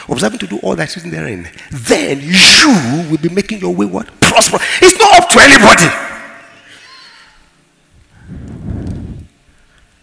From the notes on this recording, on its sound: ministering during Word Explosion Conference on 21-04-2019 (Easter Sunday)